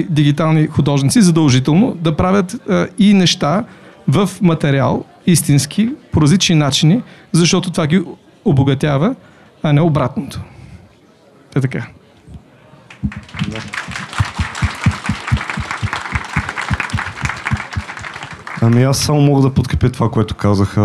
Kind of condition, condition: setting, live audience